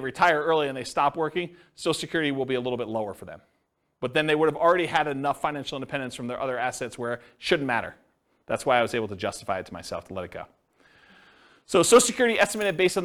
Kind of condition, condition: setting, live audience